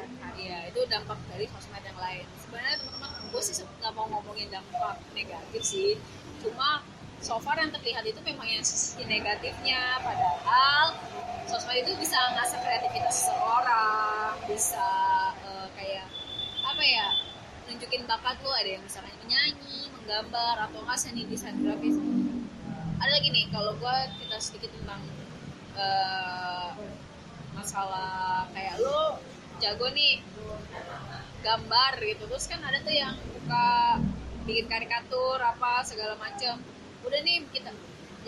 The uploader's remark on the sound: Sorry for noisy recording